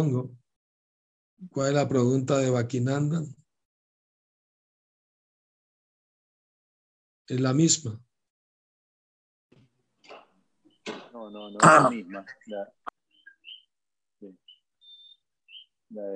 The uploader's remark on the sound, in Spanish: Conferencia por ZOOM